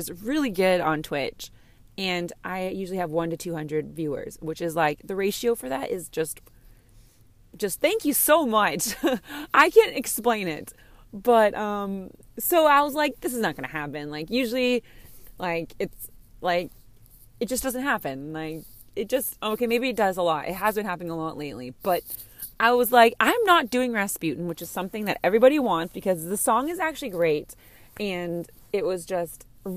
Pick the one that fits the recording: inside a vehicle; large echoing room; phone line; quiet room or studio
inside a vehicle